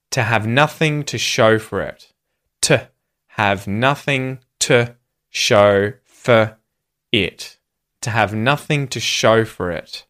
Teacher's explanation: words like to and for and even it can all be reduced in these sentences, in phrases like this, where they are given the schwa vowel sound, the most common vowel sound in English, and they get reduced.